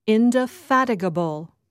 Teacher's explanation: Just remember that the stress is on the third syllable, indefatigable.